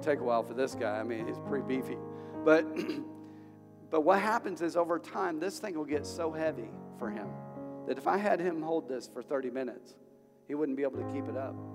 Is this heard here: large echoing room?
yes